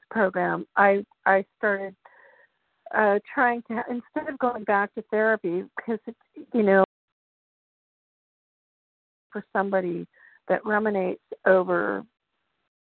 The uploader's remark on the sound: 100 Pounders Phone Meeting, 11/15/23.